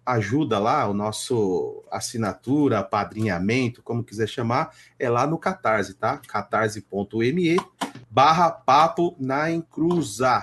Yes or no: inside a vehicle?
no